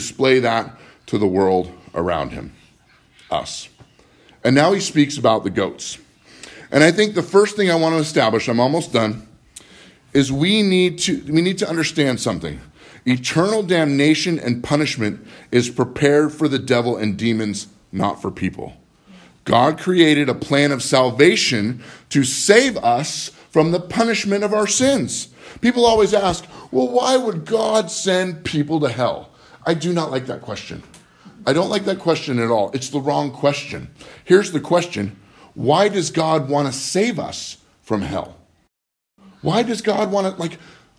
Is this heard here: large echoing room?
yes